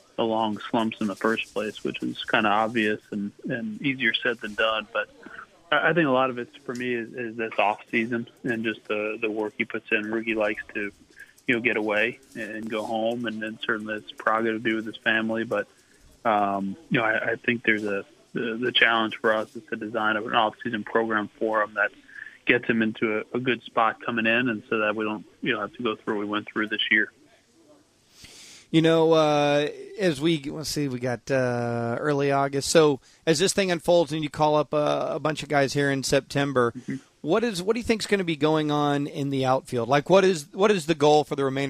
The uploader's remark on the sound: called in today